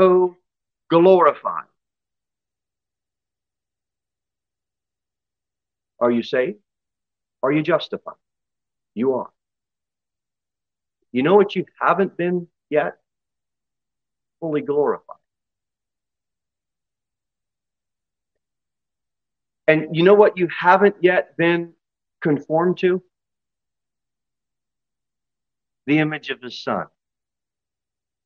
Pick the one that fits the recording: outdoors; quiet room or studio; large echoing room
large echoing room